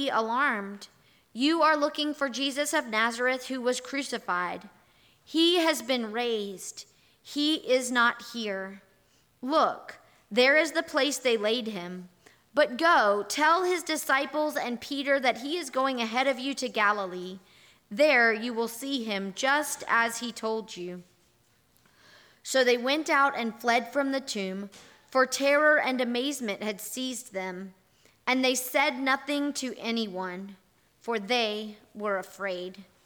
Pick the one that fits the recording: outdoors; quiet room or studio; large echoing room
large echoing room